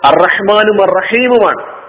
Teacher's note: തൊണ്ടയുടെ മധ്യഭാഗത്ത് നിന്നാണ് ഹ എന്ന അക്ഷരം ഉത്ഭവിക്കേണ്ടത്